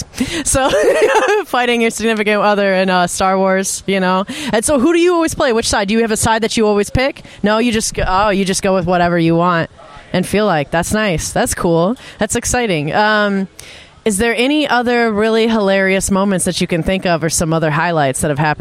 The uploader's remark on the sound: interviews some friends of the show live from DLGcon 2023